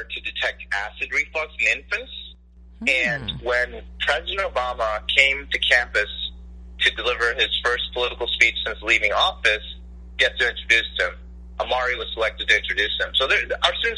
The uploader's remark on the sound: Was joined by phone live on WLCB Lakes Radio 101.5 FM. The show was originally broadcast live.